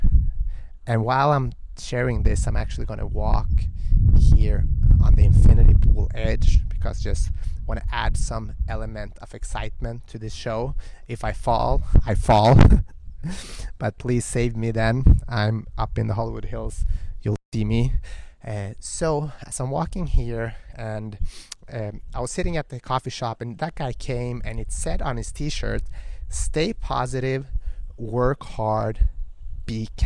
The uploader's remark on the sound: Balancing on the edge of an infinity pool in Hollywood Hills. It was a little bit windy so please forgive me for any wind in the microphone.